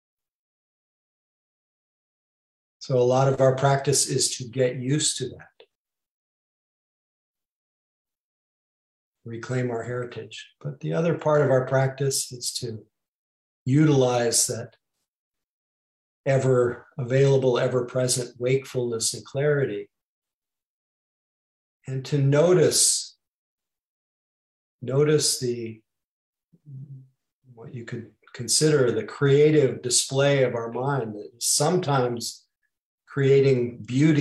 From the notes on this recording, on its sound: (Mission Dharma) Recorded Zoom Session.